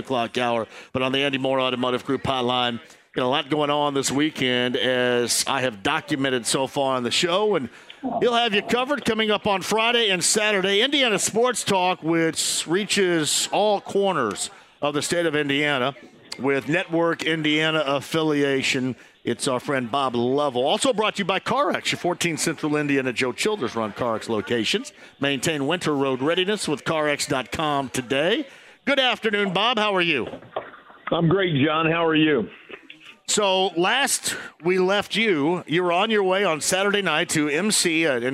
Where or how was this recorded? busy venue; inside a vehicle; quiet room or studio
busy venue